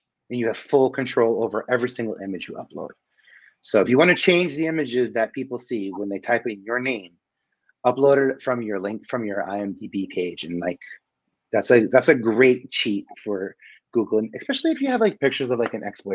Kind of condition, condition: link, video call